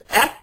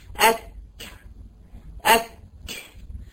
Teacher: الوترين مفتوحين في الكاف والتيه لان فيهم همس، فالهواء مر من الوترين، لكن انا قافلة مخرج الكاف، اك، افتح بقى اك اك. · Term: الهمس